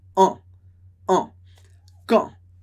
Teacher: E aqui muito legal a pronúncia de quand. Quand a gente pronuncia sem o D, esse som nasal do an. An. Som que sai de uma só vez.